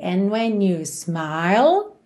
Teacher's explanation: smile, termina com a língua lá no céu da boca e não tem esse F final